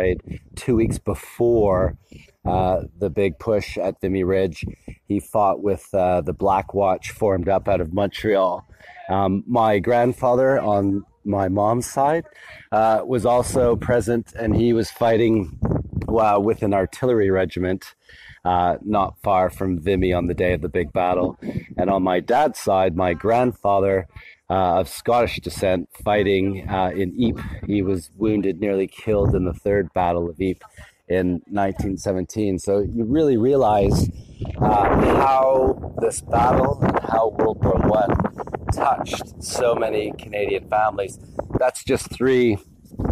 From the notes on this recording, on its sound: Aspects of History goes out into the field, and we are recording from Vimy Ridge, the site of the Canadian memorial to those killed many of whom no known grave was found. The sound on this recording is not perfect, - we were recording from out in the open.